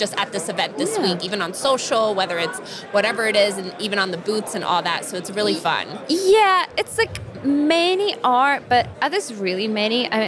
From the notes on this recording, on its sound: From the show floor at B2BMX 2023.